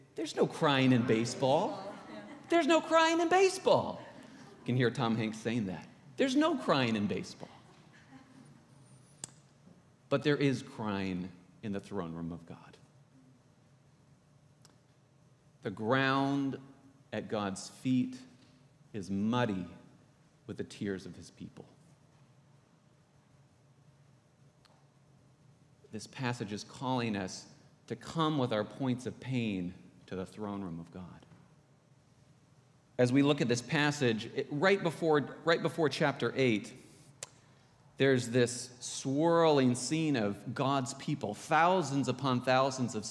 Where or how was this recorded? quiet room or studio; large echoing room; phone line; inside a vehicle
large echoing room